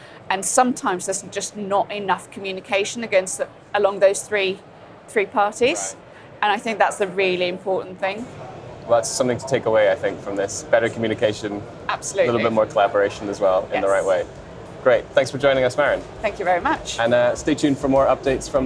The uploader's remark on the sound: From the show floor at the Offshore Europe Conference.